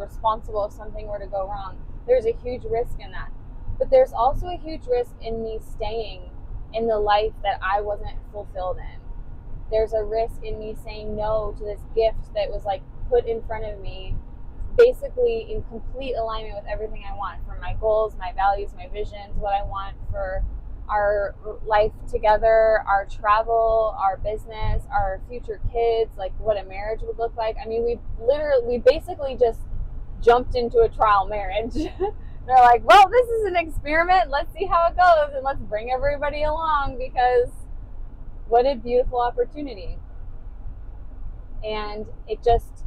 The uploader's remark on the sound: This is a special episode, pulled from a video we recorded IN the U-Haul after packing up my entire apartment to move me from Denver, CO to a small spiritual town in Iowa.